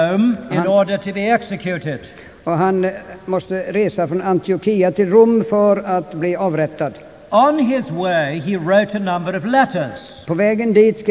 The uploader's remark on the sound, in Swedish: Inspelad i Immanuelskyrkan, Stockholm.